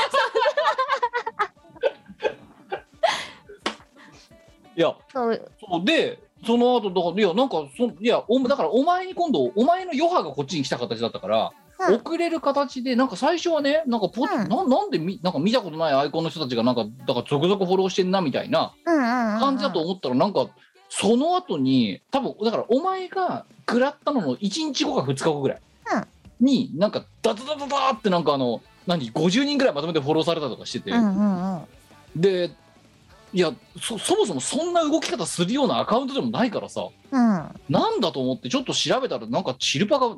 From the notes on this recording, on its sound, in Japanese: 本番組はリモート収録です。収録時環境の影響により、聴き取り辛い部分があります。収録時環境の問題により、一部会話が特に聴き取り辛くなっております。途中で激しくノイズ等入りますが、収録時のものです。